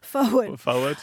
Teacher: there's no R in forward, and if there is, it's optional